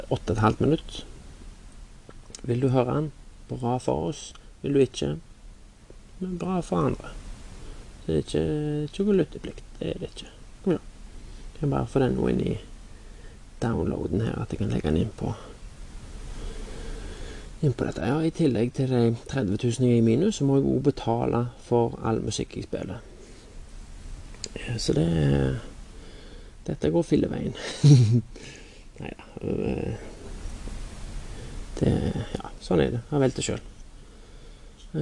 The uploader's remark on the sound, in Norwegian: Beklager lyden e veldig lav, ny fil e lastet opp, men tar litt tid og oppdatere.